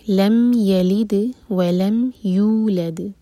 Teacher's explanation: ہم نے میم کو ٹائم نہیں دینا ہے، بس میم کا جو ساؤنڈ ہے اس کا مخرج ٹچ کر کے پھر آگے بڑھنا ہے · Term: اظہار شفی